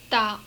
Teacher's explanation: First, the stops. All are unreleased.